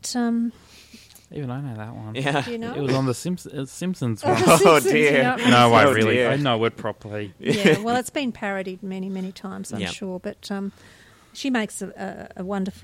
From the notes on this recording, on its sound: Recorded live at the Brunswick Street Bookstore.